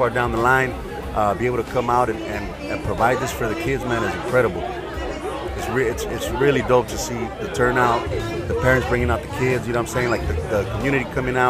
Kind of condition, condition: setting, outdoors